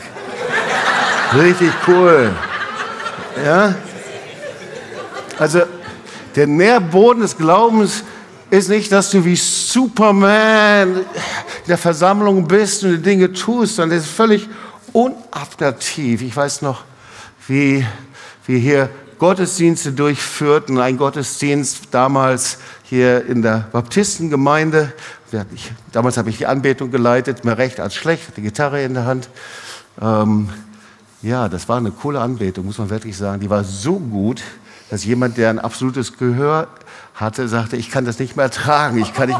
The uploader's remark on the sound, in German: Predigt im Awakening Fire Gottesdienst